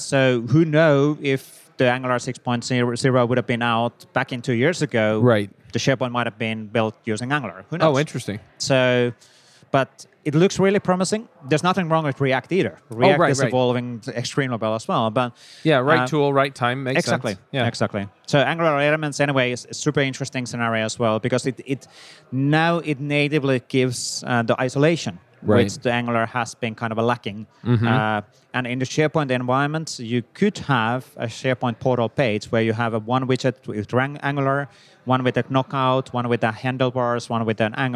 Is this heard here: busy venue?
yes